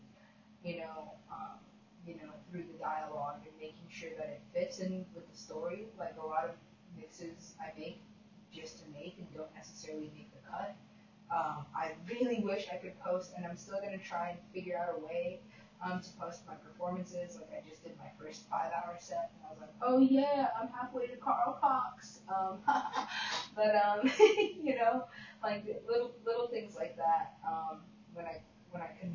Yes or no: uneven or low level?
yes